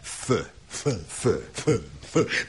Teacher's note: Az F-et viszont úgy képezzük, hogy a felső fogsort az alsó ajakkal hozzuk érintkezésbe.